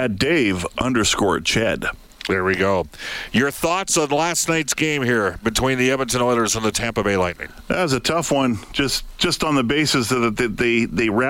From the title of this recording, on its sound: opens the show from Rogers Place